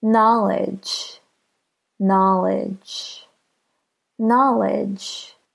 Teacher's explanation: Do you hear how na is a little longer and a little louder than lidge?